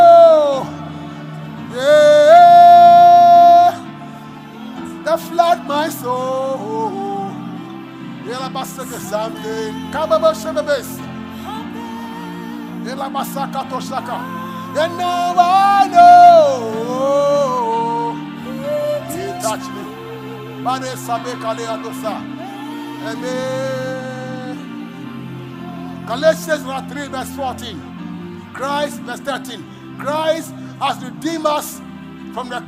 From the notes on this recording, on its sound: Preached at LCC Goshen.